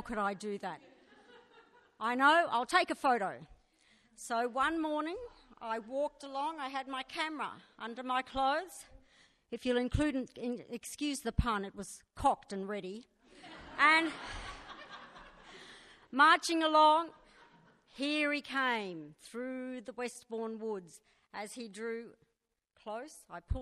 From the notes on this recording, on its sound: Recorded live at Belconnen Arts Centre, Canberra on May 23 2013.